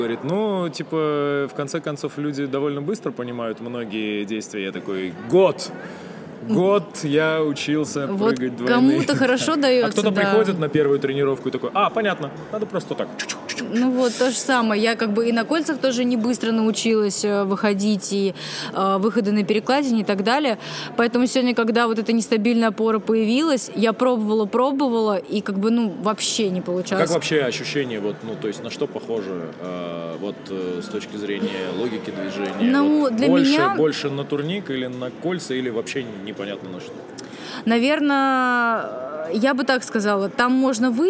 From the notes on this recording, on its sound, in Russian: В этом мини-выпуске, который мы записали во время Siberian Showdown 2021